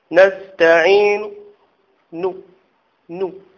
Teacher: فأتي إلى آخر الكلمة حركة الضمة فأنطقها بصوت ضعيف وآتي ببعض الحركة فقط آتي ببعض الحركة إياك نعبد وإياك نستعين نستعين هكذا نستعين نو نو ماشي نو وأنزل الصوت. · Term: الروم